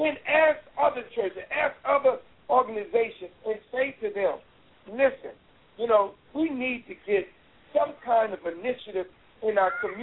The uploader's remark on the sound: Anchored by one of The Keys 107 (Blog Talk Radio) hosts, members call in and talk about what’s happening with the PeaceKeepers in their neighborhood.